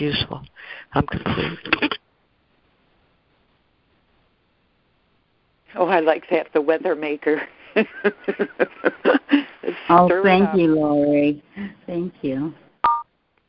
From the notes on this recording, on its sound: ACIM Daily Conference Call